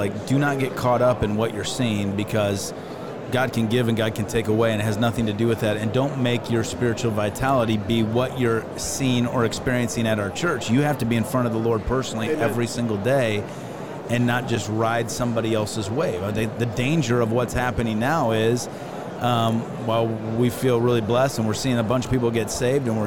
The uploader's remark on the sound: Following Up at NRB. LIVE from NRB 2022!